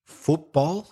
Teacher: Speaking about pronunciation with compound nouns, the stress, la sílaba más fuerte, the stress is usually on the first word · Term: first syllable stress